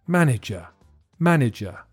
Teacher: listen to the middle syllable because it sounds like a weak I